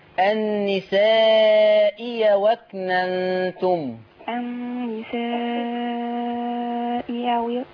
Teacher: التانية هتتعمل ياء مفتوحة كأنك بتقولي النساء يو